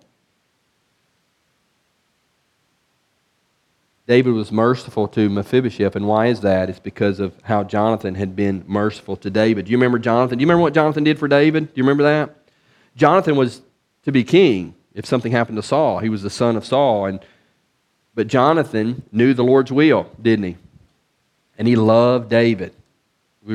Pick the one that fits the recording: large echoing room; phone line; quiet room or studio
large echoing room